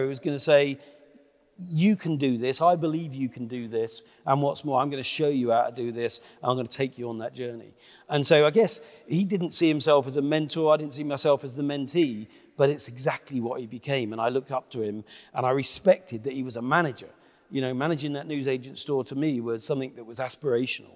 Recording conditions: live audience